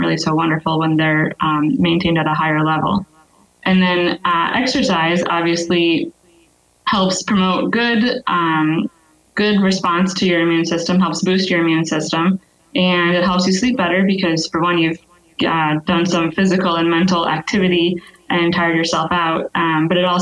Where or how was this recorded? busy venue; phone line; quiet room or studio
phone line